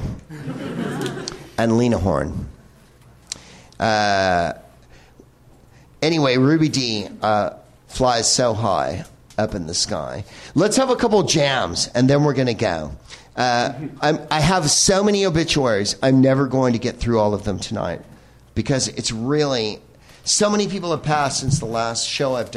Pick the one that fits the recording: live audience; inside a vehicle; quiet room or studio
live audience